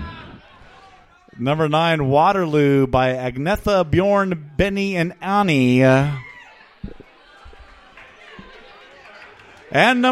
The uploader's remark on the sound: The Winter Classic Tournament Finals - Live from The Local 907 in Renton!